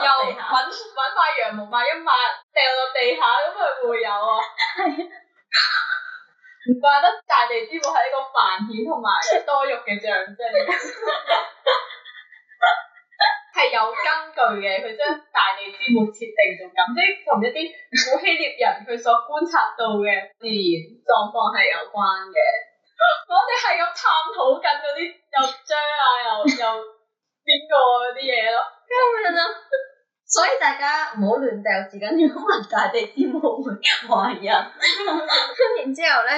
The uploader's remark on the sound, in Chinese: 唔好意思，今集因為技術問題收音比較差，請大家見諒！下次一定會check好啲器材先！